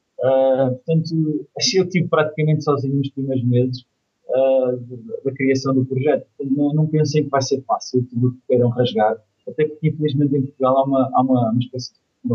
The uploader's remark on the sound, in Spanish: Entrevista Skype. Combinámos logo na altura uma entrevista Skype uma vez que ele está em Hong Kong.